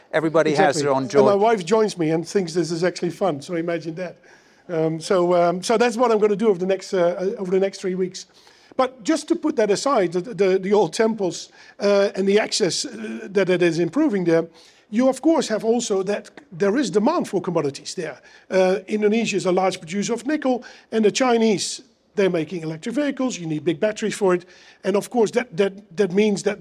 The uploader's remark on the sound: Take the podcast live for the first time ever, recording in front of a studio audience at HSBC's Asia headquarters.